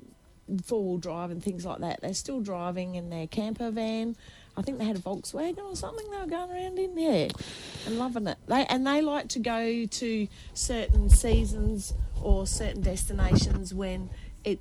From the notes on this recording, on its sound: Touring along WA coast Gascoyne to Margaret River. Live to air Outside Broadcast. Hills Radio 88.9FM.